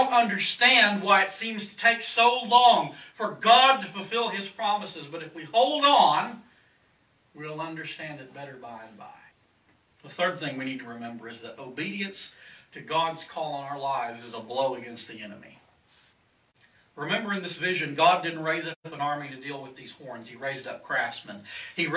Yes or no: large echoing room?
yes